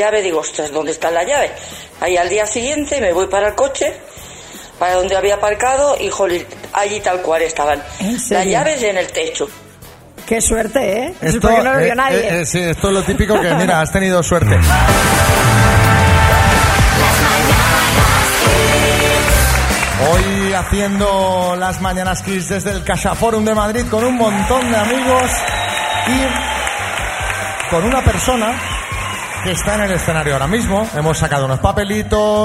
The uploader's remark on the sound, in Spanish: Las Mañanas KISS en directo desde MADRID. Este jueves hemos estado disfrutando en directo de la compañía de todos los oyentes que he han acercado al Caixaforum de Madrid para disfrutar del show que hemos tenido en directo.